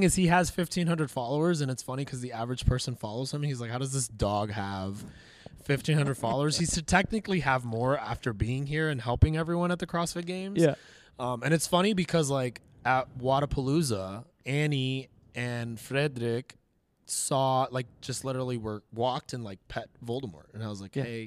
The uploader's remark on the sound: LIVE from the CrossFit Games